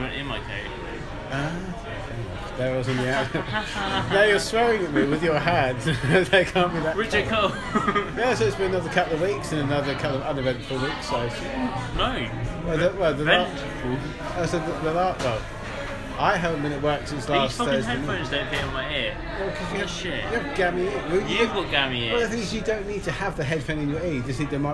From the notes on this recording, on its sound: We record in the pub this episode as it’s far too cold outside,so please excuse the background noise.